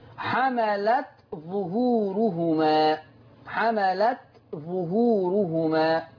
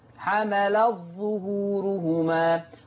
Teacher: وعلى رواية ورش تضغم، تعرى التاء وتشدد الظاء. · Shown in: second take · Term: الإضغام